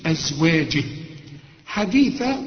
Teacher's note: طلع لسانك في الثاء